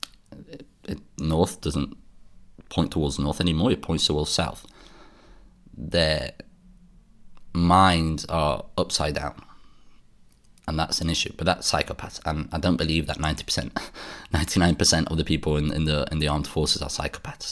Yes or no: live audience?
no